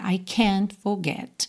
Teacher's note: Aqui a gente quase não ouve o T de can't